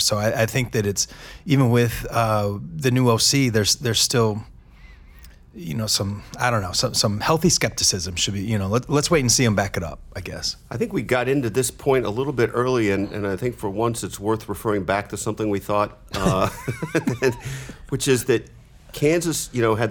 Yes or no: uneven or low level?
no